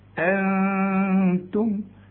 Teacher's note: أنتم أخفتها لأنها بعدها التاء والتاء من حروف الإخفاء